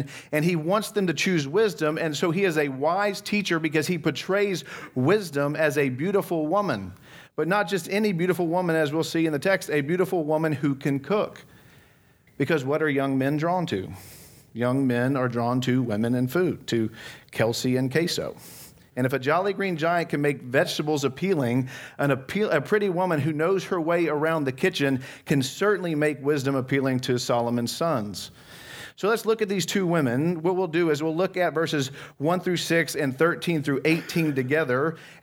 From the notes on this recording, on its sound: from the Christ Centered & Clear Conference in Dallas, TX on December 5, 2022